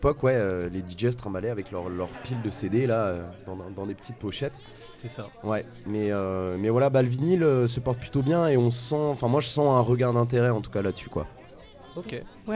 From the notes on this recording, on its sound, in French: Emission en direct de Maja café-Brocante